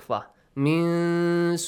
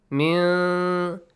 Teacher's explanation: hide the sound of noon and produce a nasal sound · Term: hidden noon sound